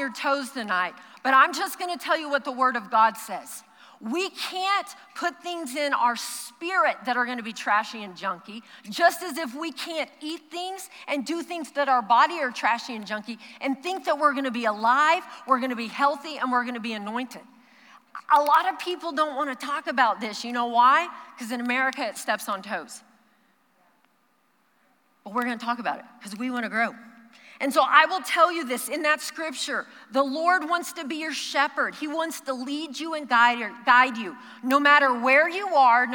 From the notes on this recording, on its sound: Recorded live during our Wednesday night service